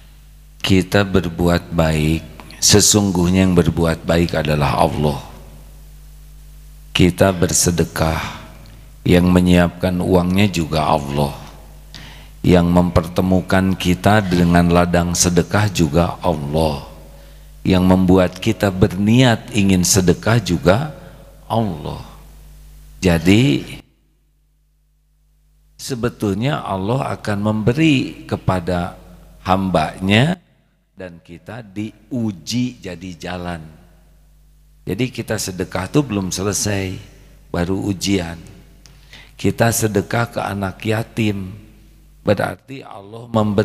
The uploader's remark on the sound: LIVE dari Masjid Daarut Tauhiid Bandung